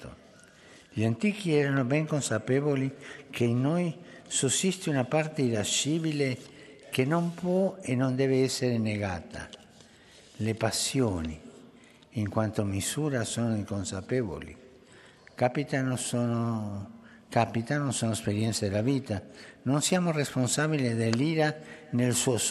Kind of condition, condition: setting, live audience